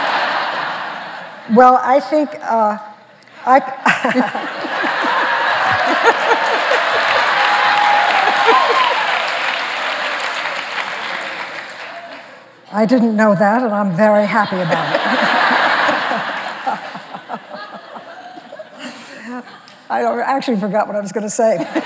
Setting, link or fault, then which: setting, live audience